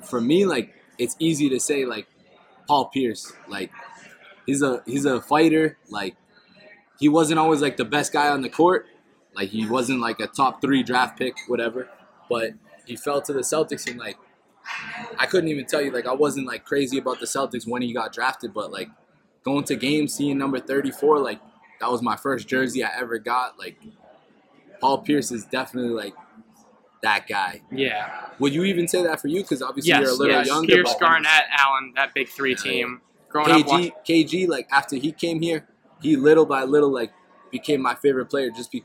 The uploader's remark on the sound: The boys travel to The Palm Restaurant in Boston